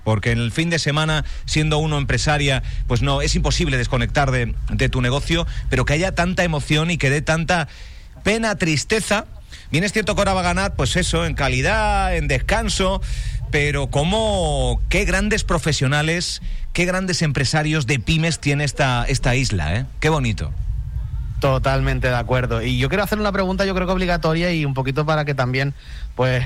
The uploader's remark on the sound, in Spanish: Visitaba este jueves en directo Regalos Saro, un emblemático negocio de decoración ubicado en la Avda. Juan de Bethencourt 9 y Cipriano Gutiérrez Oramas, 2 de Puerto del Rosario.